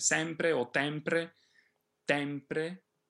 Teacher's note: Both E's should still be in the front of the mouth.